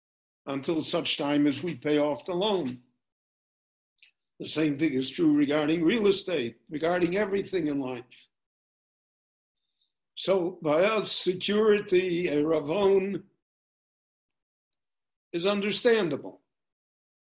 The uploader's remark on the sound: This shiur in Pirkei Avot – Ethics of the Fathers – was recorded LIVE in Jerusalem via Zoom.